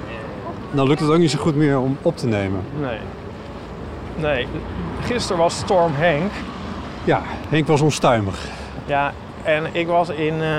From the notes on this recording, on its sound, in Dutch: tijdens een wandeling langs de kunstwerken van het Amsterdam Light Festival